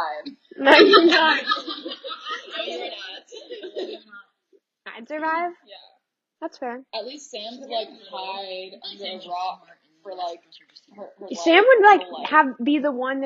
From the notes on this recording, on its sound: It’s our first group chat but we r working to get better audio.